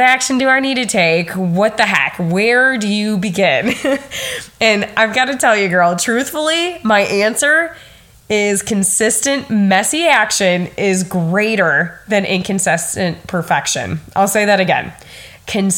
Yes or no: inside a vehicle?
no